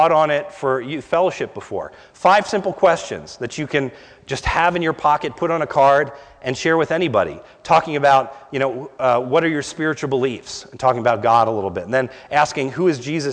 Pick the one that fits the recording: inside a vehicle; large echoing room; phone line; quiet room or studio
large echoing room